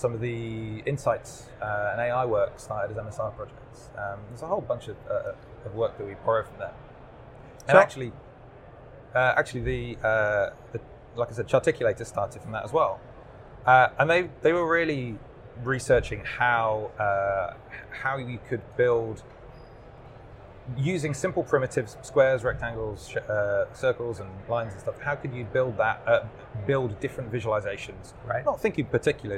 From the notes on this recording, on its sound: recorded at Microsoft Ignite in Orlando